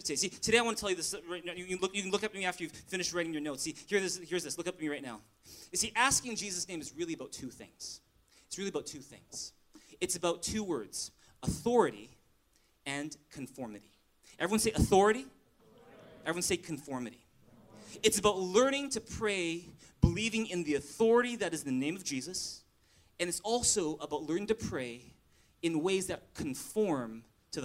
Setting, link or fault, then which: setting, large echoing room